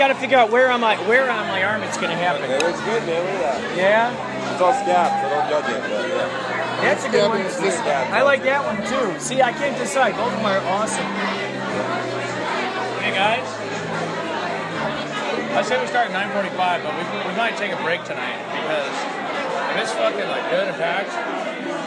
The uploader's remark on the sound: Live from Bombay Bar & Grill In Ventura, CA. With a sound check!